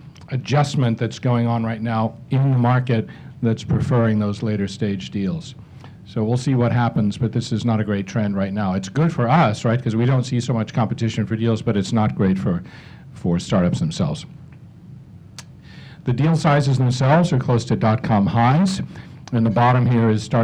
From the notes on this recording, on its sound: We recently attended the Hawaii Venture Capital Association’s "State of the Startup Investment Industry in Hawaii" Luncheon, where a distinguished panel discussed.